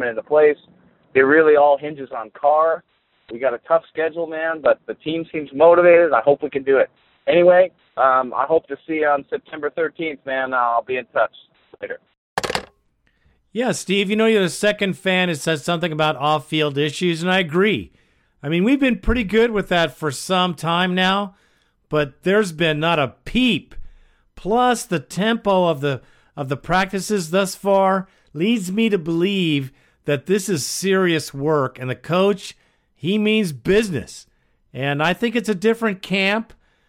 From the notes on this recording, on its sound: Raider Nation "Boneline" Call-in Segment.